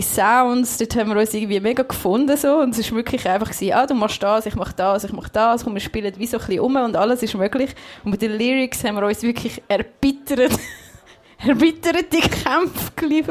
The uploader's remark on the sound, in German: Live vor Publikum im Sender aufgenommen, dem Club von GDS.FM.